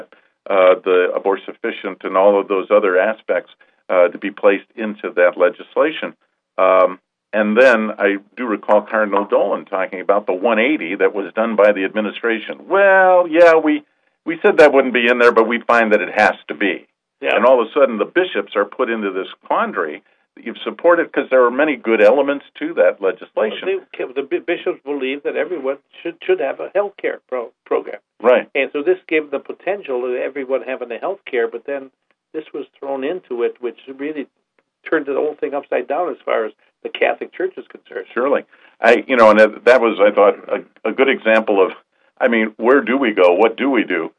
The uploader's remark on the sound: on this live call in program which aired 01-20-16